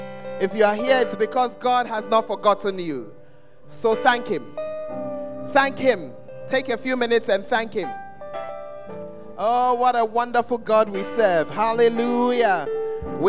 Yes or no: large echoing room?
yes